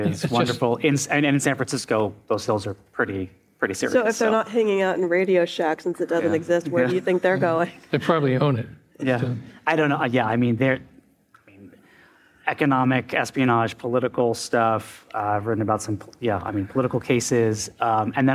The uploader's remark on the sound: Coming to you directly from the stage of the International Spy Museum. We hosted a live panel discussion in collaboration with our friends at Goat Rodeo.